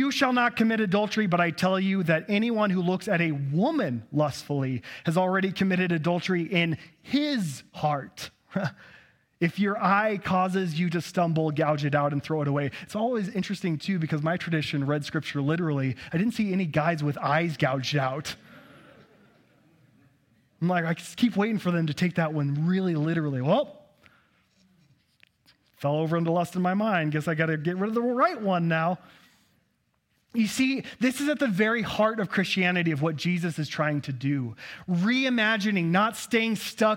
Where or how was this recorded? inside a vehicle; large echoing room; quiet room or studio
large echoing room